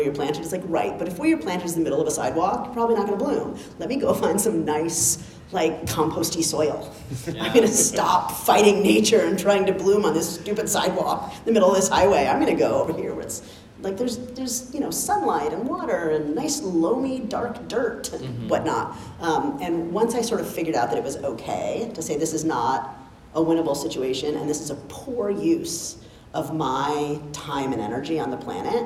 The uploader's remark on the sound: LIVE at SIOP